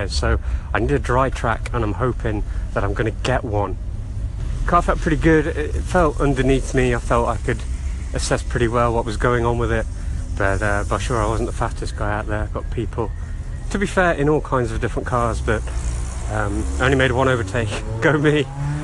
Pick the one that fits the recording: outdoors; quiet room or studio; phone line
outdoors